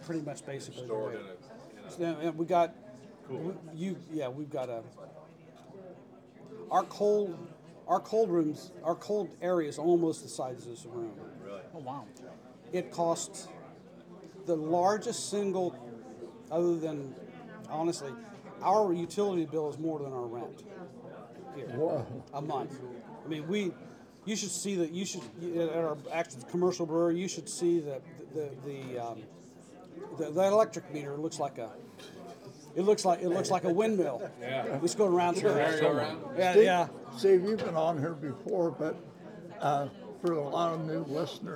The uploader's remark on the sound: At Creek Bottom Brewery. We enjoyed having a live audience at the taproom.